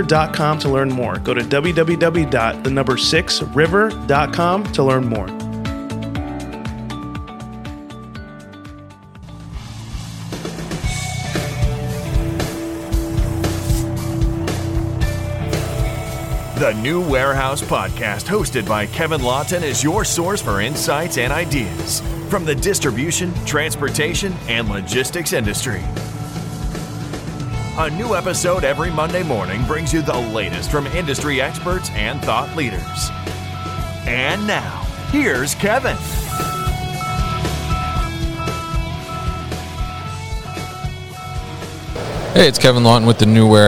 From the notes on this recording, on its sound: SVT Robotics at MODEX 2022